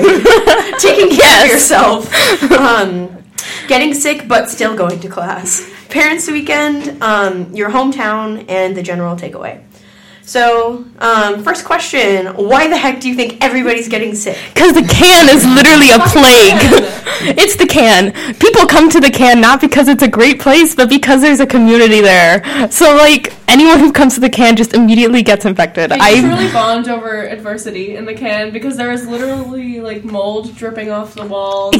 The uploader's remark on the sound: We got bad audio but good vibes.